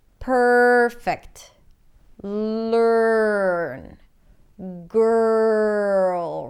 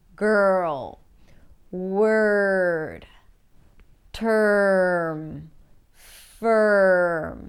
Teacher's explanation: you're practically shifting from the consonant before the R to the R directly, skipping over the vowel sound · Term: er as in stir